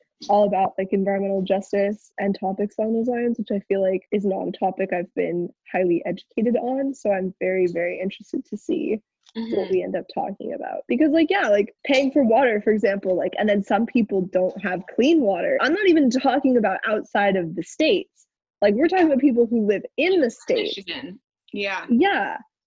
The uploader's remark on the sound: in this first-ever zoom-recorded episode